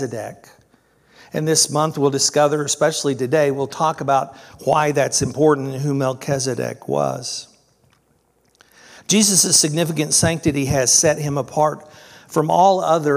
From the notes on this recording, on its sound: This was originally recorded on July 2nd, 2023 at Palestine Church of Christ.